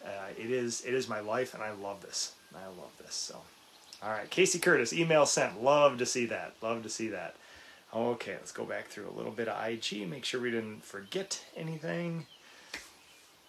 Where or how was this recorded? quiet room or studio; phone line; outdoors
outdoors